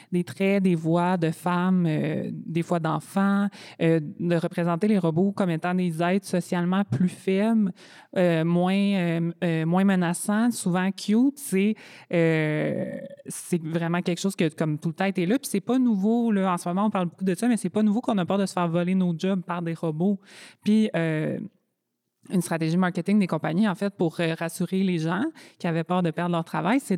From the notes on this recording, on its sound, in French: À l’occasion du festival Tendresse! Organisé par le Centre d’artistes Caravansérail de Rimouski. Dans le cadre d’un épisode enregistré devant public. Au moment d’enregistrer cet épisode, le collectif achevait tout juste une résidence de création d’une semaine à Caravansérail dans le cadre de Tendresse!